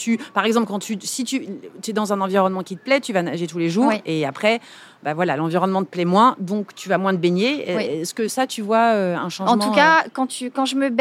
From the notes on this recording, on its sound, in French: On devait enregistrer dans une salle fermée au calme, on s’est retrouvées dehors sous les avions à côté de la plage des Catalans, avec un vent qui faisait voler mes feuilles de papier scribouillées. J’étais persuadée qu’elle ne parlait pas assez proche du micro (alors que bien évidemment c’était parfait)!